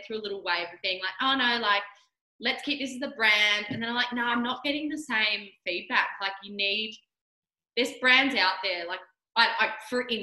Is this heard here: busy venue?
no